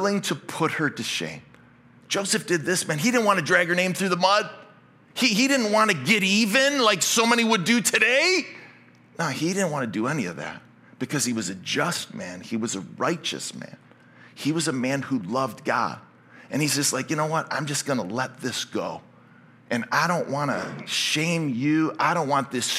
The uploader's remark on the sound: Originally preached at Highpoint Church on Sunday, December 10, 2023. This message was originally preached at Highpoint Church.